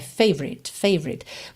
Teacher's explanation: Você pode ignorar o O completamente, tentar juntar o V no R